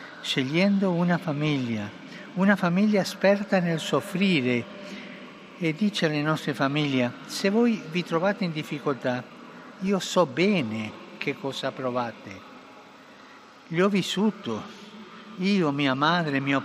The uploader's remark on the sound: PETER'S SQUARE, RECITATION OF THE ANGELUS PRAYER